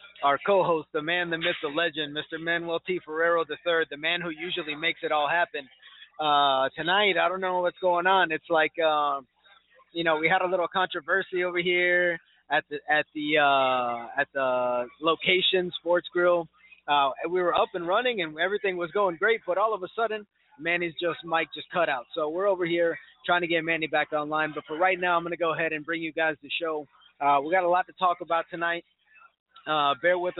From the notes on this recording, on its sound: Broadcasting & Recording LIVE from the Kendall SPORTS GRILL on Kendall Drive and 97th Avenue